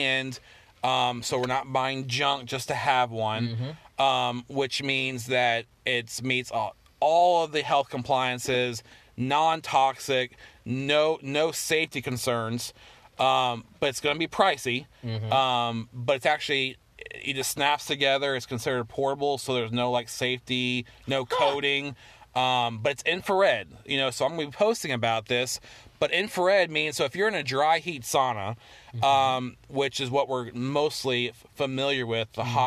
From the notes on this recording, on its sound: do our first podcast in the car